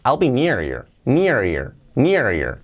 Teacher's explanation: podemos hacerlo con esta palabra here, podemos saltar la H.